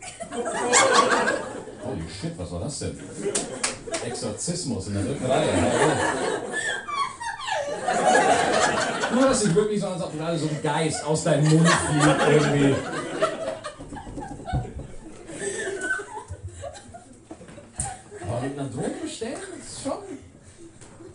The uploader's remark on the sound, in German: ein Auftritt aus dem Mad Monkey Room